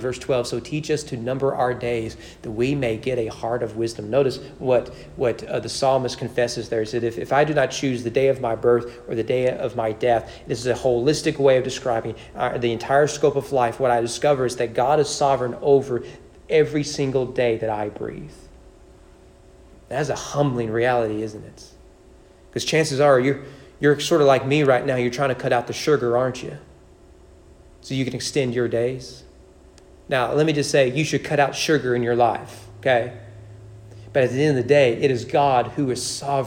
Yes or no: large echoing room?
yes